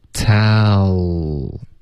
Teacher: 我们的 l 的音舌尖会顶上颚 tal OK 别发 talent 特别一字一顿的，你连发过去 ta 结尾呢舌尖顶上颚 tal，然后舌尖顶上去再降下来发 lentalent，这样呢你说话的时候会比较连贯比较一致、整个句子呢是这么读的 Oh Drake You're so talented Oh